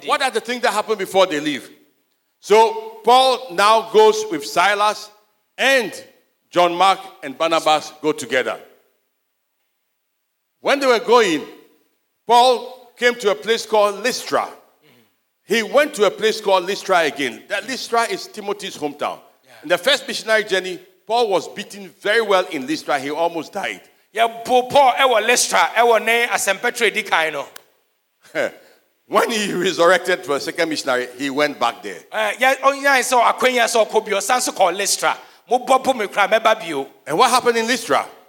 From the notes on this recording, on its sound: Sermon preached at CBC Shiashie Campus on Sunday September 25, 2022